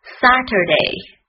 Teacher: 注意第二个音节的末尾要卷舌，重读在第一个音节上